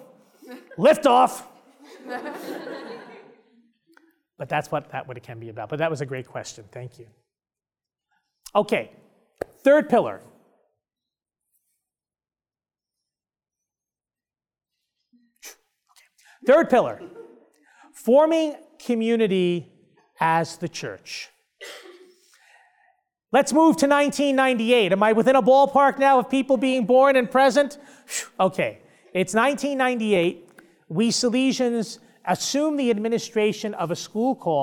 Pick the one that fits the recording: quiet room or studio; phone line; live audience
live audience